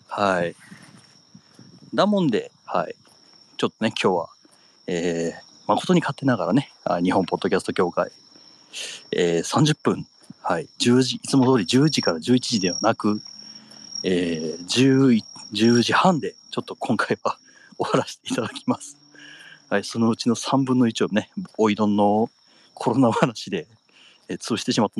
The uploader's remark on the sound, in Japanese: 若干咳き込みながら地元をぶらぶらと歩きながら配信します